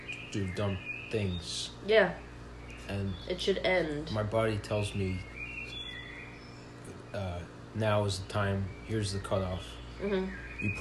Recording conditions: sounds in the background